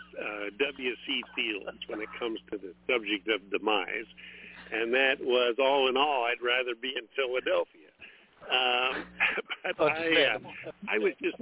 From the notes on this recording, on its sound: TNTSuperfantastic Conference Call